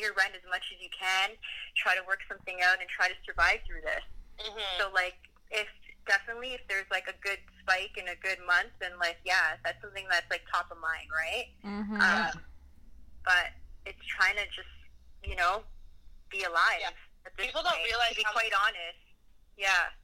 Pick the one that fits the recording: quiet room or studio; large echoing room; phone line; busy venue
phone line